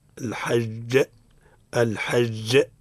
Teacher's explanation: قلقل لأن الجيم ساكن هنا سكون عرضي. نحن بينا ما معنى سكون عرضي، معناها المتحرك في الوصل والساكن في الوقف.